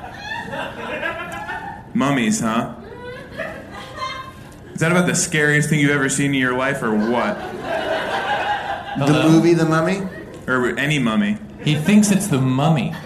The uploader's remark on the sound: In this first ever live Hollywood Handbook episode recorded at Molly Malone's in LA. Bring a lucky fan up on stage.